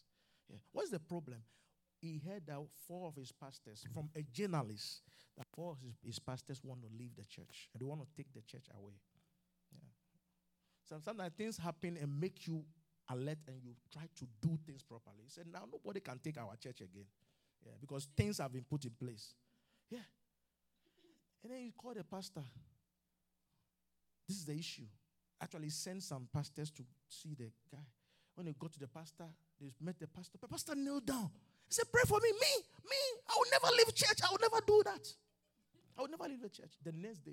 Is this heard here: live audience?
yes